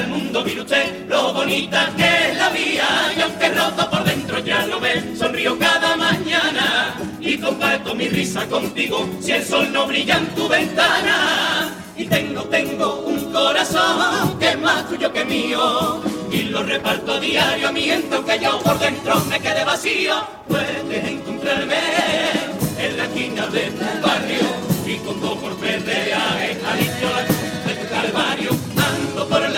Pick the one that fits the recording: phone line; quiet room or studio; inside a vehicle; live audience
live audience